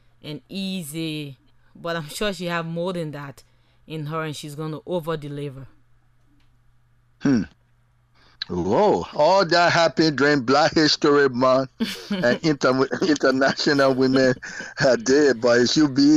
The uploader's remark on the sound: ABC Radio FM 105.1 on Snapper Hill, Monrovia, Liberia. Phone interview.